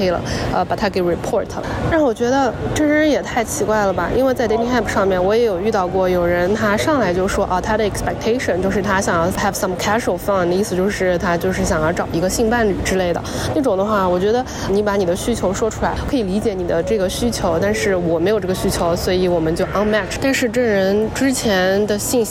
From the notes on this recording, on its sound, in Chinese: 这期是来自罗马古城Perge和伊斯坦布尔机场的现场报道